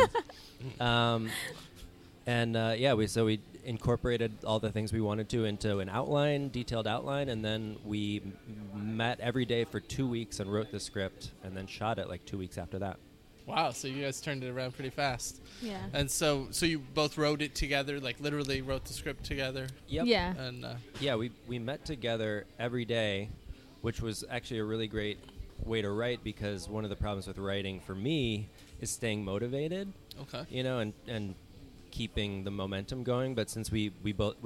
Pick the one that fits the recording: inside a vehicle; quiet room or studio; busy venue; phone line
busy venue